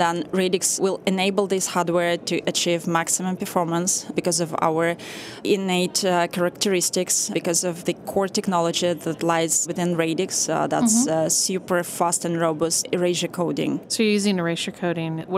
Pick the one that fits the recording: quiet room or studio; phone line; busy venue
busy venue